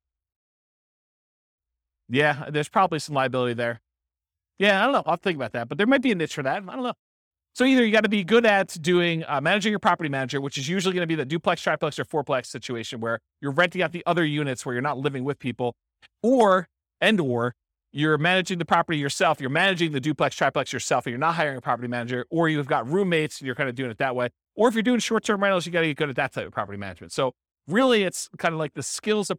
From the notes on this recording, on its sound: This was a live class recorded